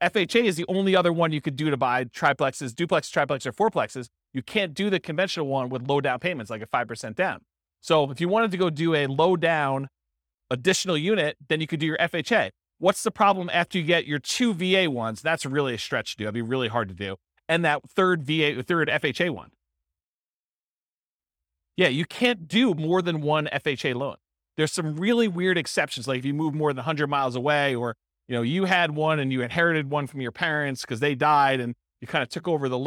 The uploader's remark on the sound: This was a live class recorded